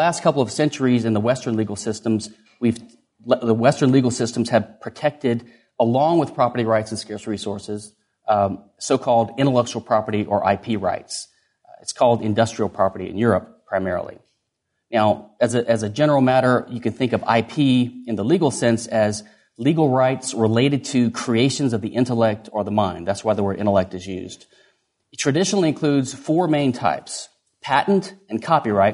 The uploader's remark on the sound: Recorded at Mises University 2011.